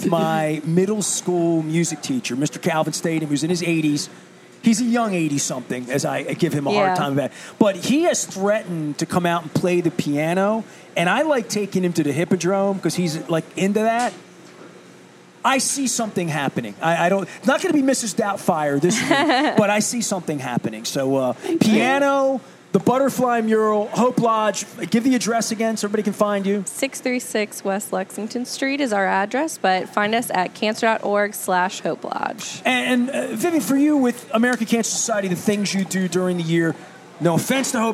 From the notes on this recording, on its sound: at Faidley's Seafood in Lexington Market